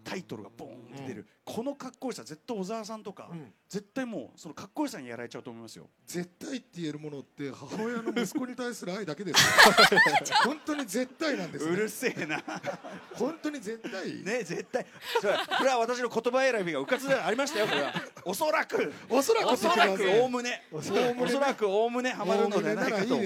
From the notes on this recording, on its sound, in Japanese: 今回はTBSラジオが総力を結集してお届けする1年に1度のお祭り「ラジフェス」で行われた番組の公開収録の模様をお送りしました。